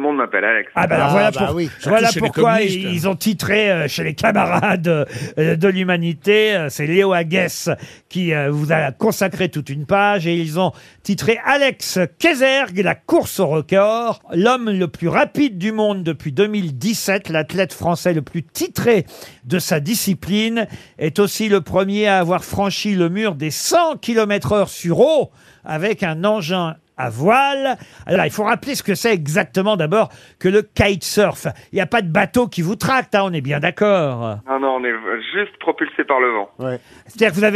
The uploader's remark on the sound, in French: LE COUP DE FIL DE L'ACTU. Les Grosses Têtes ont eu au téléphone.